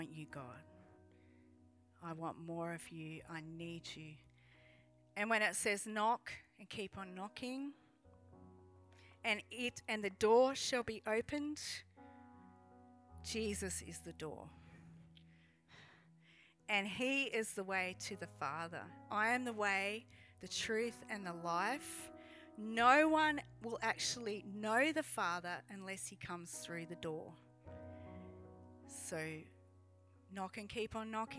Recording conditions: large echoing room